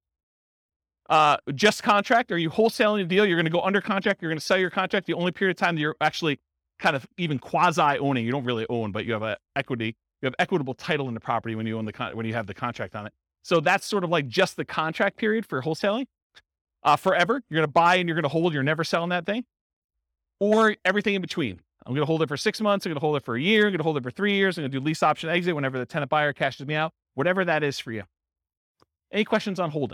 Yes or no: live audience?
yes